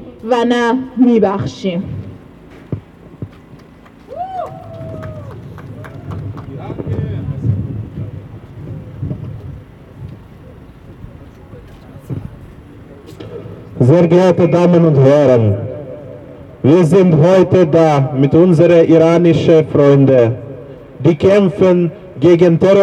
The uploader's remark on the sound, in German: Kundgebung in Wien. Unbearbeitete Aufnahme der Reden auf der Kundgebung. Rund 50 Personen erinnerten am 8.1.2024 bei der Wiener Staatsoper.